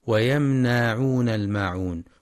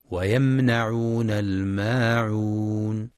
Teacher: وفي قوله سبحانه ويمنعون الماعون ينتبه القارئ لصفة التوسط في الميم الساكنة من ويمنعون، ويخطئ بعض الطلاب فيقرأ ويمنعون بمد النون هكذا ويمنعون الماعون، والصواب فتح النون فقط دون مد · Shown in: second take